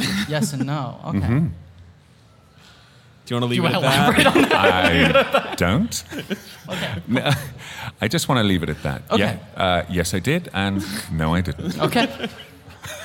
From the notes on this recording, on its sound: Live from the 19th annual Del Close Marathon in New York City